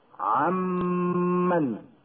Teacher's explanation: النون الساكنة تدغم في الميم بعدها ويصير ميما واحدة مشددة تجب فيها الغنة بمقدار حركتين